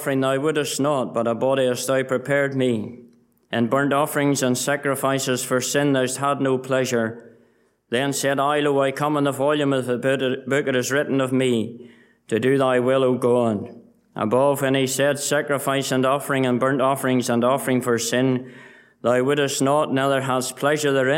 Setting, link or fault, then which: setting, large echoing room